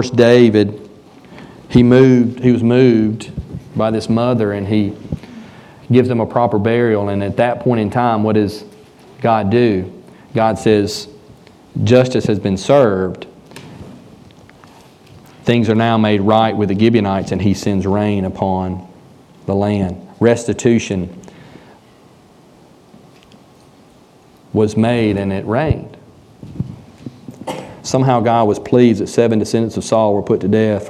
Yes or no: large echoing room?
yes